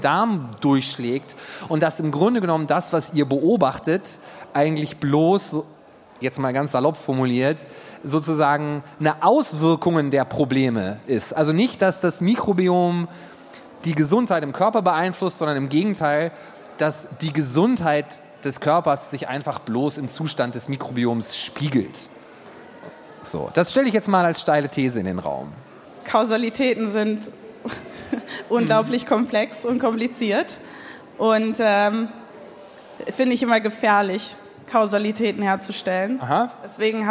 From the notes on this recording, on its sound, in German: Im Live-Podcast. Oktober 2023 auf dem Silbersalz Festival in Halle (Saale) vor Publikum aufgezeichnet.